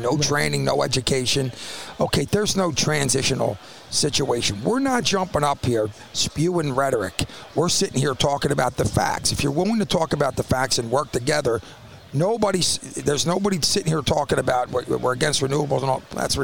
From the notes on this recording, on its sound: Live Conversation From The Shale Insight Convention.